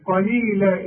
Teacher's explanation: القاف مفتوحة مفخمة، وعند الوقف تديها ألف كاملة